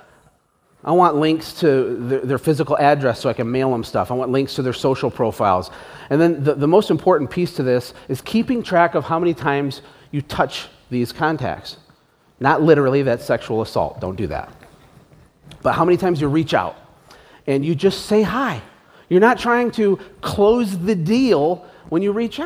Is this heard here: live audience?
yes